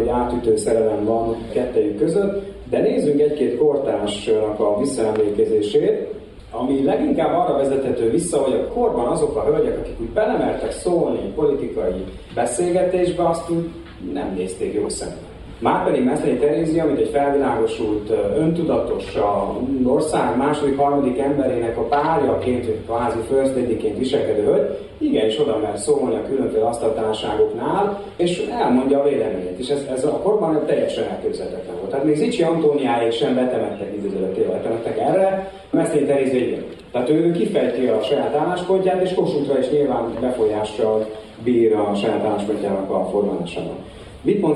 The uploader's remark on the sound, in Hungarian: A hangfelvétel a VM4K konferenciáján készült.